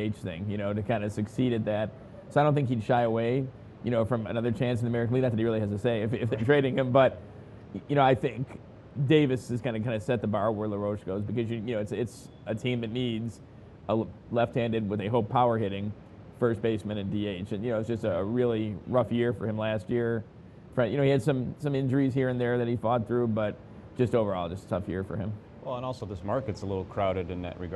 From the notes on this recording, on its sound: live in Nashville at the Winter Meetings